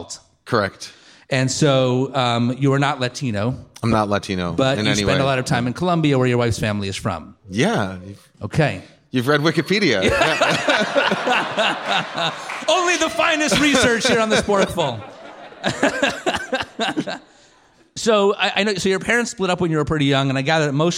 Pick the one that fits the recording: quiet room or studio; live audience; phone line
live audience